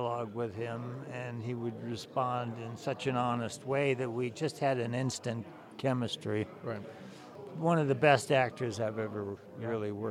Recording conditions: busy venue